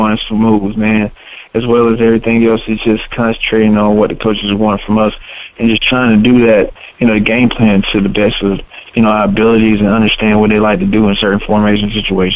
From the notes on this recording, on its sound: joins us on the phone